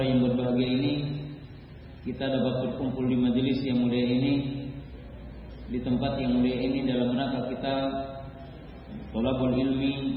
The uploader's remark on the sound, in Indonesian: Safari Dakwah Magetan. Di Masjid Al Khoir Magetan.